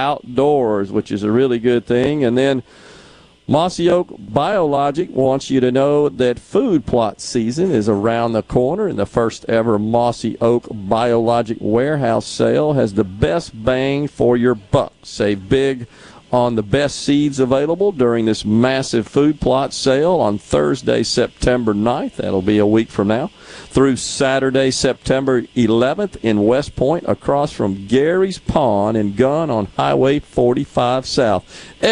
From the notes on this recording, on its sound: The JT Show is LIVE from Mossy Oak in West Point getting you geared up for the 43rd Annual Prairie Arts Festival kicking off this weekend.